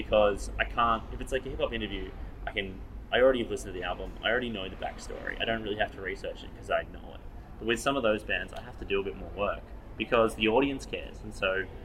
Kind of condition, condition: fault, sounds in the background